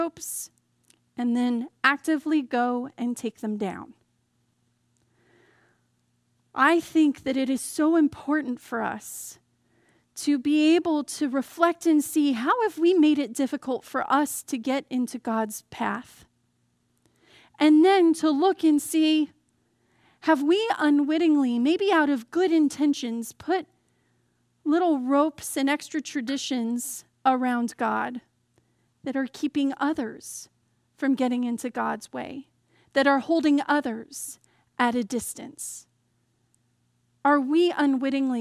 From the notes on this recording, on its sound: Message delivered during the Contemporary Worship Service. San Marino Community Church.